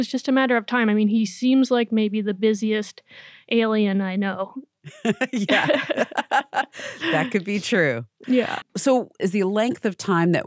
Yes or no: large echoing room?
no